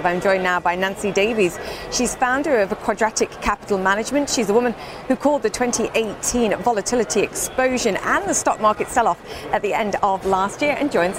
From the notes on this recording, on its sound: live at the New York Stock Exchange